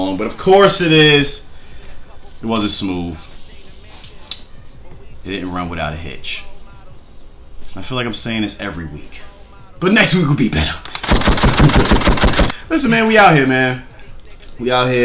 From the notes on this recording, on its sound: WE RAN INTO SOME ISSUES WITH THE CAMERA MICROPHONE